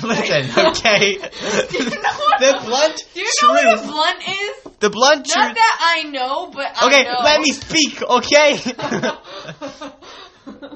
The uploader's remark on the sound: we are sorry for the audio quality in this intro, the mic's were doing weird things.